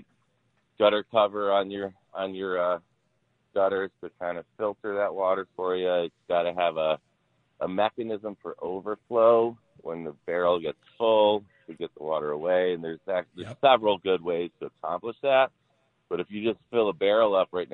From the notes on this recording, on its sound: The Inside Outside Guys take your calls. Take your calls and answer all your home improvement and repair questions.